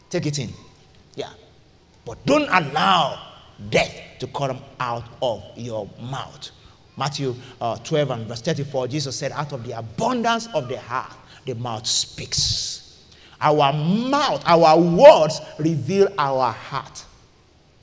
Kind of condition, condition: setting, large echoing room